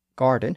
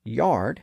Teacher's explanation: Garden has the original hard G sound preserved by the Franks, and yard has the softer Y sound used by the Anglo Saxons